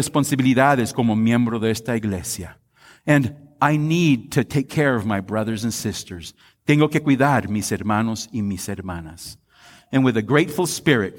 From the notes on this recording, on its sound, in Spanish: Esta es una grabación de la Devoción dada en nuestro Servicio de Acción de Gracias.